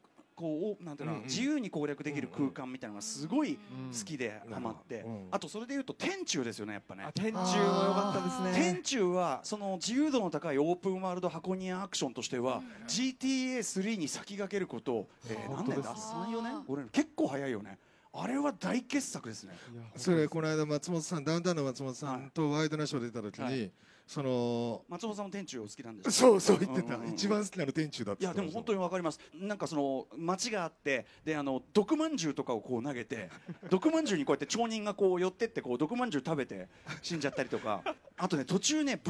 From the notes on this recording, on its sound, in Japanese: 今回はTBSラジオが総力を結集してお届けする1年に1度のお祭り「ラジフェス」で行われた番組の公開収録の模様をお送りしました。